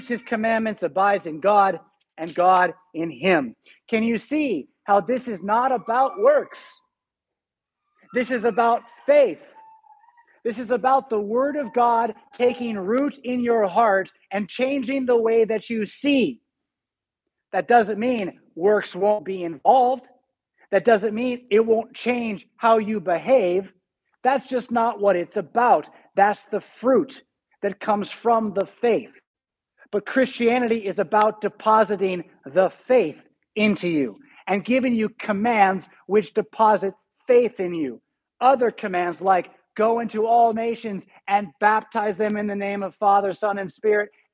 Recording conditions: large echoing room